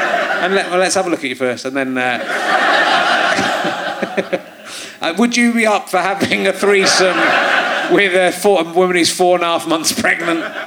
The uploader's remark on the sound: Leicester Square Theatre Podcast. Especially when her 15 year-old son is in the audience.